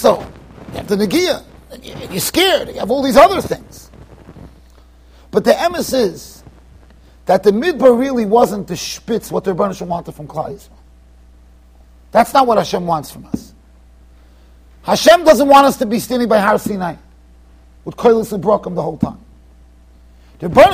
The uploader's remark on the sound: Shiur recorded in Yeshivas Ohr Reuven, Monsey NY.